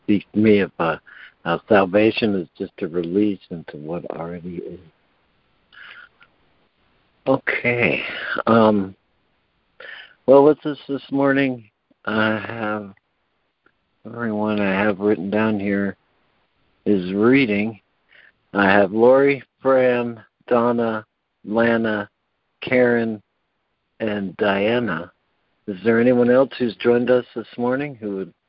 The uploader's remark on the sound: ACIM Daily Conference Call.